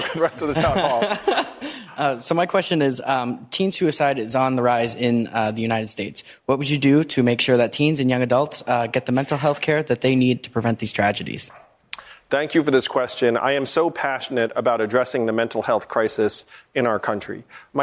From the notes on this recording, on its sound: questions from voters in New Hampshire during a live town hall